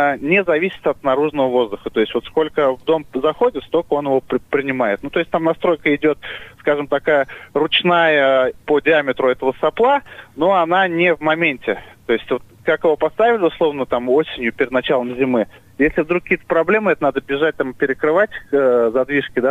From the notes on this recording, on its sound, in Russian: По телефону